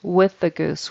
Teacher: with a TH on the end of with. Tongue comes between the teeth. It's a soft TH, with.